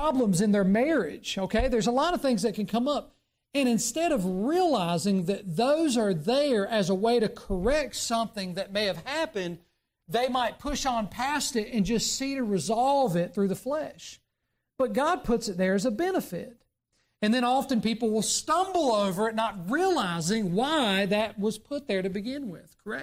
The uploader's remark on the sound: during the Sunday morning service on November 26, 2023, at Southside Baptist Church in Mount Airy, NC.